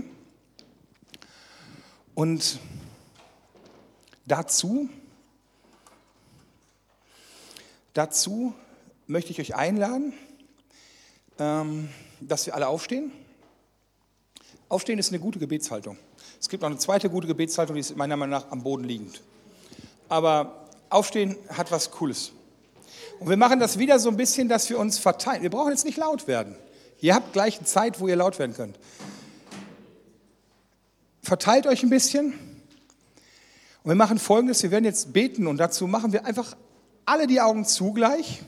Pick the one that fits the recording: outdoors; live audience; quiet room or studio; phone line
live audience